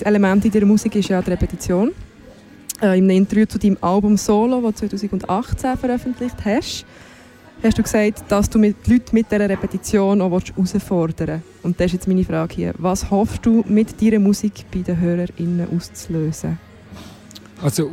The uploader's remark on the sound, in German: Live aus dem Royal